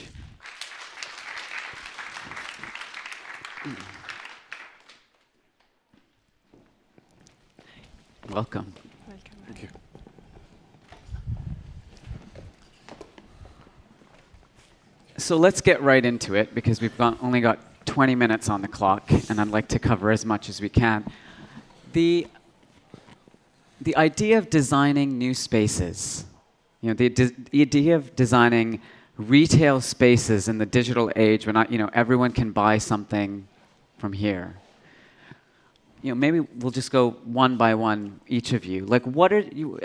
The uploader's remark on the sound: A panel of retail space experts gathered on stage at #BoFVOICES in December 2016.